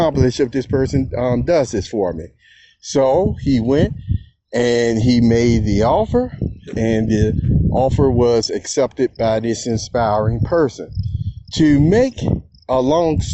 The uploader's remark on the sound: This is from the Perceptive Readers Telegram App Group on the fly, if you will, moment. Therefore, you can hear the outside environment sounds.